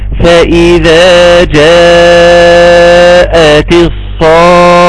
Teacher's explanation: جاءت اربع حركات، الصاخة ست حركات، يبقى المفروض ان انت بتسمع المد بتاع الصاخة يكون مرة ونص قد مد جاءت · Term: المد اللازم الكلمي